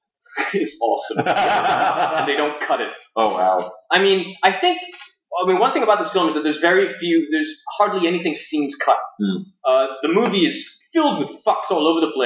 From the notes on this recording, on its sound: Apologies in advance or the sound quality on this week''s show. The fancy expensive mic that I bought WAS plugged in and functioning correctly however SOMEONE (I wonder who) forgot too switch audacity over from internal to external mic.